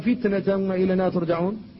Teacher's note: هذه التاء الأولى التي بين الفاء والنون فتنة لا بد من الحفاظ على شدتها، لأن قبلها الفاء وبعدها النون، فيحافظ على شدتها في السكون